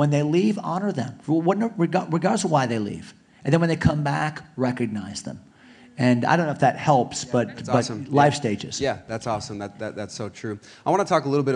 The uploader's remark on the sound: Panel Discussion at Rock Hill Conference.